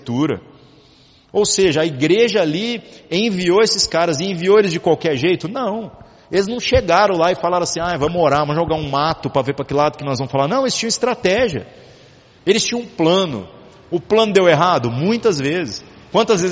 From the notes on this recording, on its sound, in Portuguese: Culto semanal de exposição Bíblica. Gravado em 10/07/2019 na Igreja Sal da Terra - Manifesto, em Uberlândia-MG.